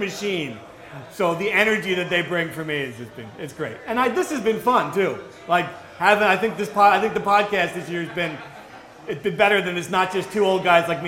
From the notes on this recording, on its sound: Rutgers Rant LIVE. The Rutgers Rant hosted its first live episode on Thursday night in New Brunswick. Answered questions from the crowd.